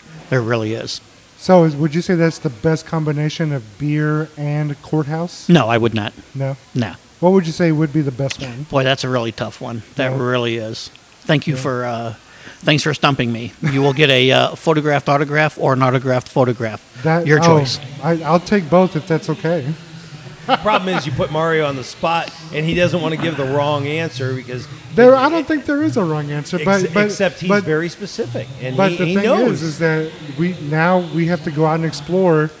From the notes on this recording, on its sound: We recorded at Thistle Draft Shop in Spring, TX with a great mix of guests!